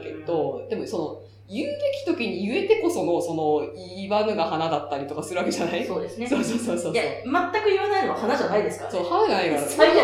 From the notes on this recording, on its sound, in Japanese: 今月ちょっと音質が悪いです。